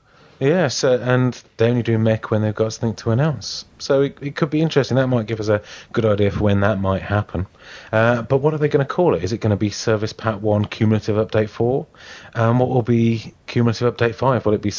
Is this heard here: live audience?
no